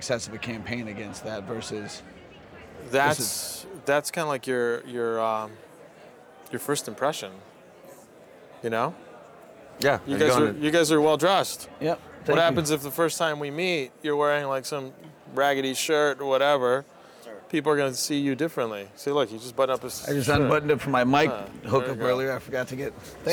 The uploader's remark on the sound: Live from New West Summit